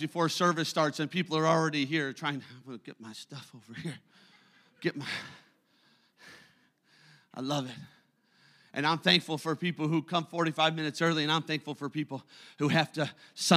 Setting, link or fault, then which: setting, large echoing room